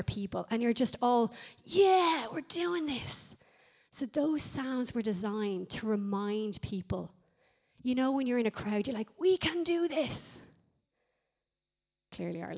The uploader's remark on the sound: Recorded live at Liberty Church on 31st March 2019